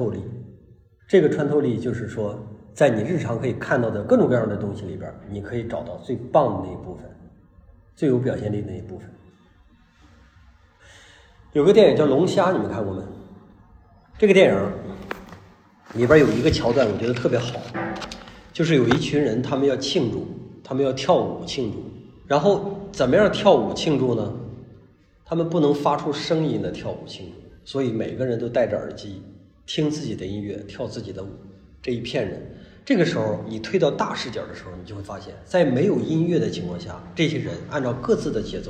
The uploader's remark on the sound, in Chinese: 讲座录音